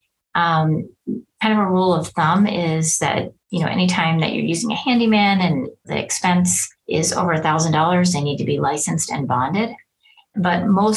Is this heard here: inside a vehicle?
no